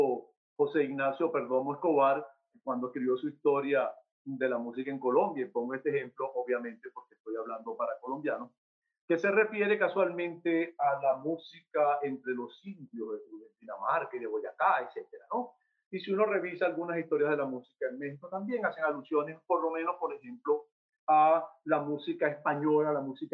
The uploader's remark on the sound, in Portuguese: Plataforma ZOOM